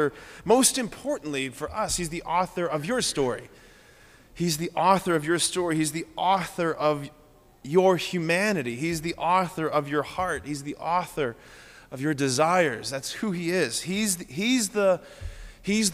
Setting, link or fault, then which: setting, large echoing room